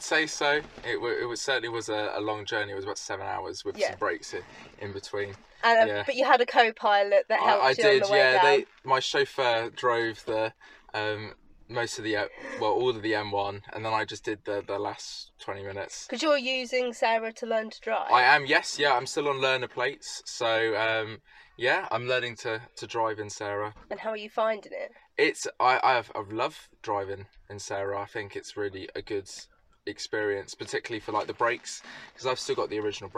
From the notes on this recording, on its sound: all recorded from my 1968 Morris Minor, Peggy